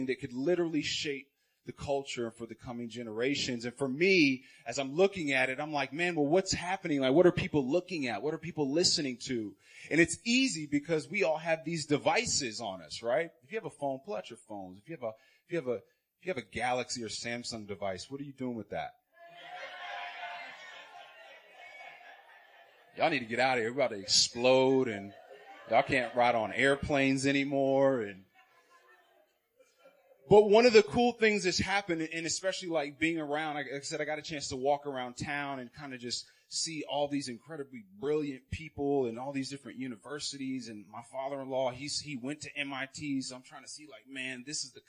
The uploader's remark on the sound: Recorded on 2016-10-21 at PT's 2016 Fall Conference.